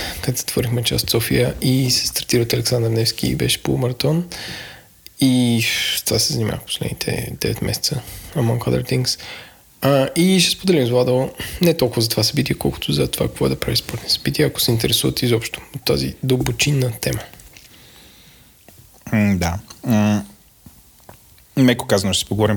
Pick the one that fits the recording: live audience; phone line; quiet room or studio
quiet room or studio